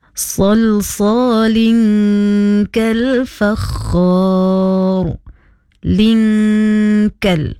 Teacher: Linkal. Okey, nun mati bertemu huruf kaf, hukumnya ikhfa. Jadi hendaklah dibaca dengan dengung.